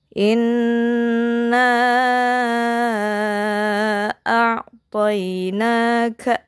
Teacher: Jadi inna bertemu dengan a'toina. Nah, di sini matobi'i bertemu dengan hamzah. Panjangnya 5 sampai 6.